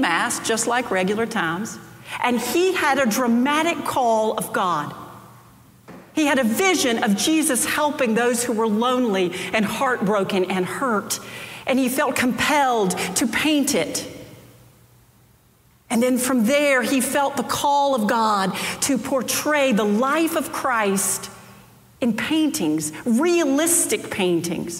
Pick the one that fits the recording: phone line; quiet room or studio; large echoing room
large echoing room